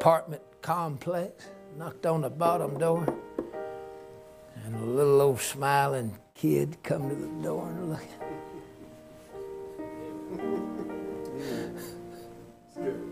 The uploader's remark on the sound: A message given at Liberty Baptist Church, Fircrest, Washington